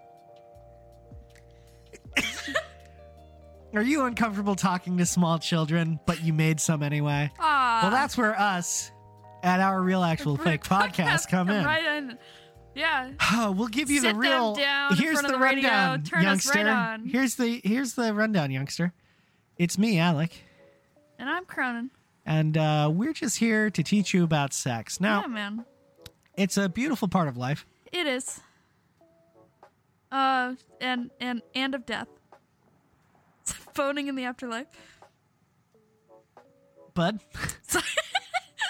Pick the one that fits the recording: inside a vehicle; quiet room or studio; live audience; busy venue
inside a vehicle